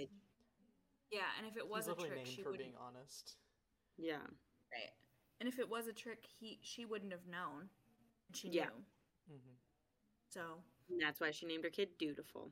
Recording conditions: uneven or low level